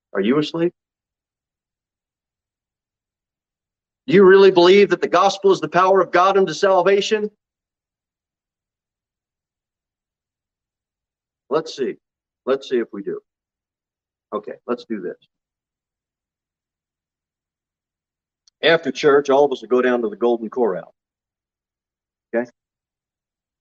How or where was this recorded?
large echoing room